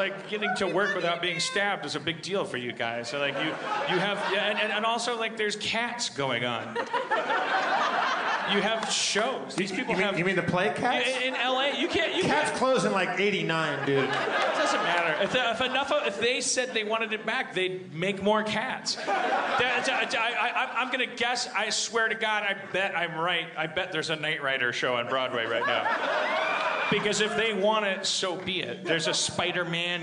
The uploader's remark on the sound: LIVE at The Gramercy, NY Comedy Festival 2015